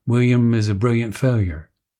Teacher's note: some speakers substitute a yod for the L's in William, brilliant, and failure, and similar words, as in William is a brilliant failure.